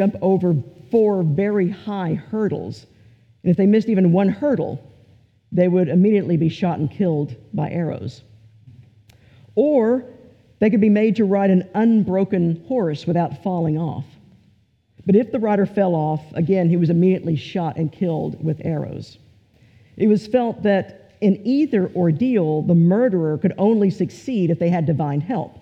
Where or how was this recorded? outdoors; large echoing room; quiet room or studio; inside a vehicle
large echoing room